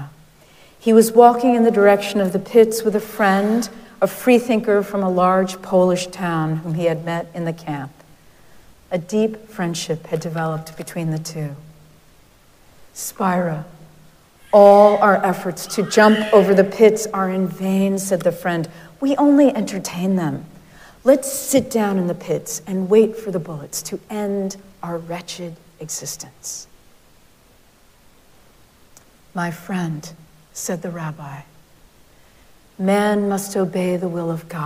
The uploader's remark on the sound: Recorded live at Arlington Street Church.